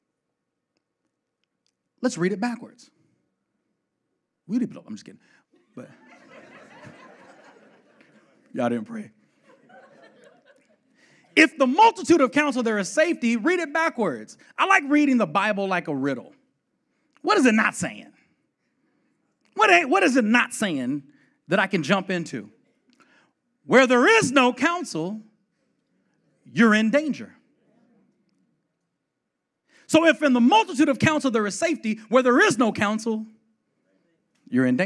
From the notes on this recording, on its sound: the 2018 L3 Conference segment